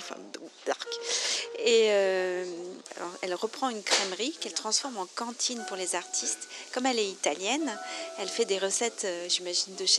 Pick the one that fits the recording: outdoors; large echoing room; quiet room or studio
outdoors